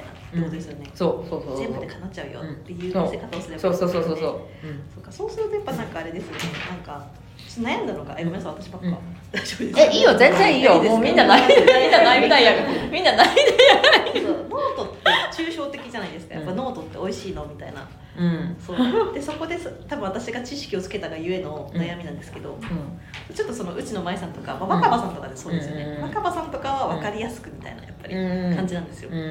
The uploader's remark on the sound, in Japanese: 公開収録。